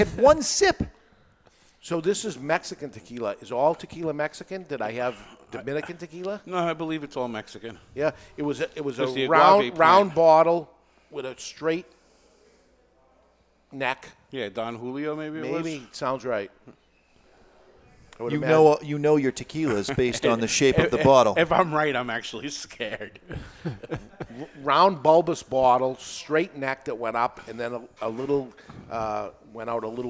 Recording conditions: live audience